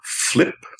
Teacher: We start with a fricative, and then another resonant, and then the vowel, and then we get the stop consonant at the end.